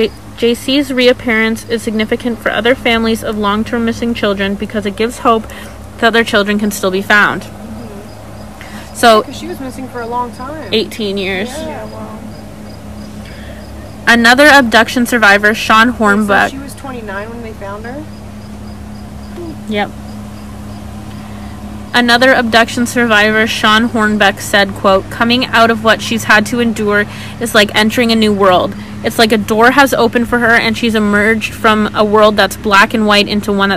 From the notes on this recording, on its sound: Apologies for background noise.